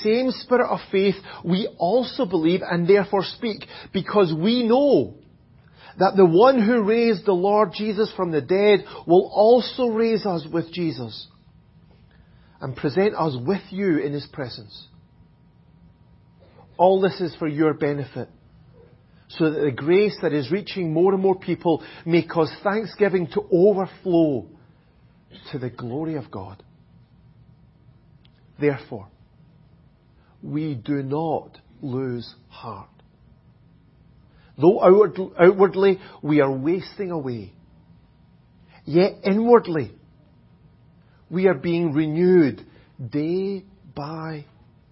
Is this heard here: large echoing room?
yes